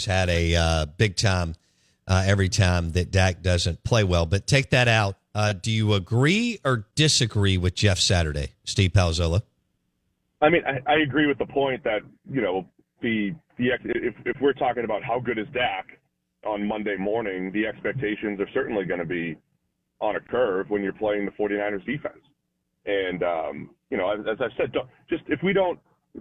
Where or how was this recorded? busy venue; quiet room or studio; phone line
phone line